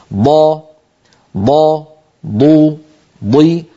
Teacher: منطقة التلامس هي المنطقة الصفراء، المنطقة الخضراء هي منطقة الضغط والاتكاء، والضغط والاتكاء يكون محصورا كما نرى على اللسان من أدنى الحافة إلى أقصى الحافة · Term: الضاد